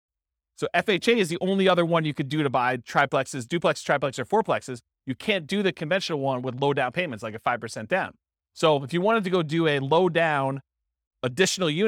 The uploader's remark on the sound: This was a live class recorded